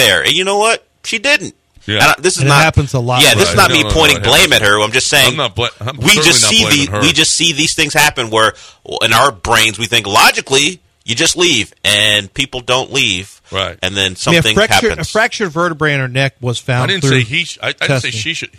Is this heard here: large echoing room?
no